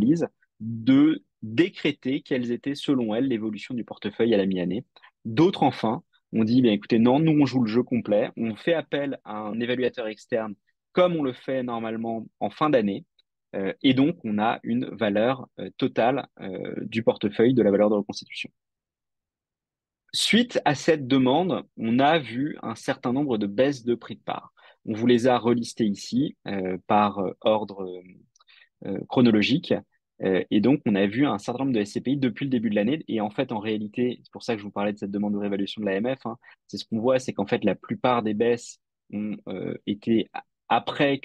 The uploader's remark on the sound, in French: Retranscription audio de notre Webinar